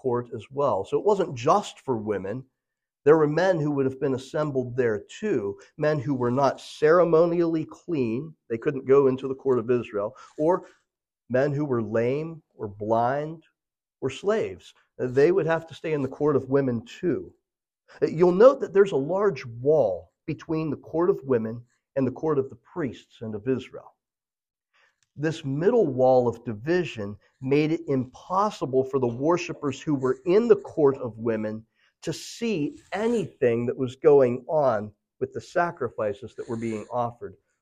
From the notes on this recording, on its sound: This message was originally delivered at Memory Chapel on Sunday April 23, 2023.